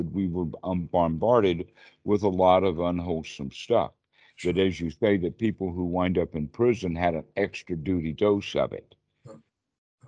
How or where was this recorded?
video call